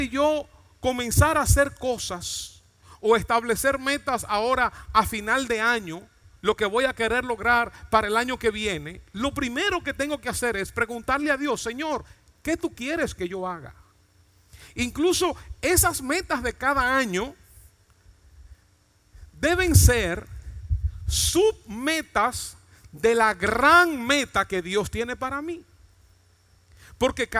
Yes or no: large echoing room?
yes